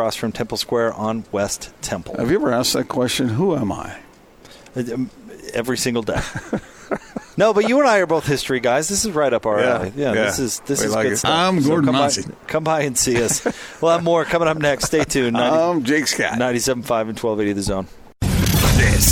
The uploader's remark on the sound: LIVE at Roots Tech genealogy conference